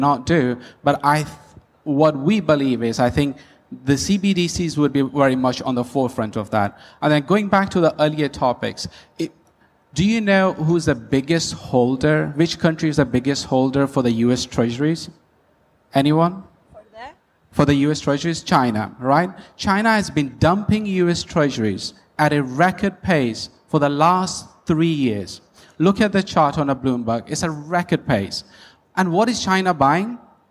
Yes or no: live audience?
yes